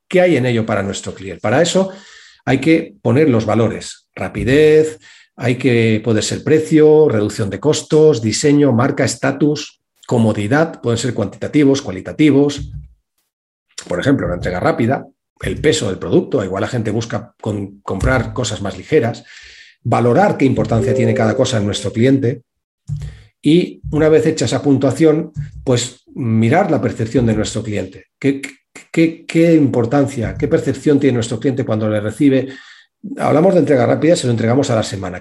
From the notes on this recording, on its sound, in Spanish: Hace unos dias participé en un taller en la Cámara de Comercio sobre cómo y porqué tener un buen plan de marketing. Este es el audio del webinar.